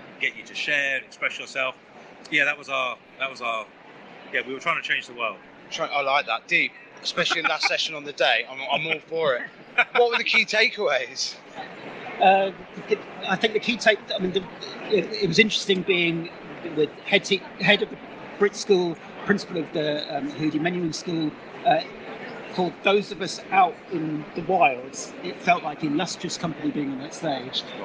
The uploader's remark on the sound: A Day at the Schools and Academies Show London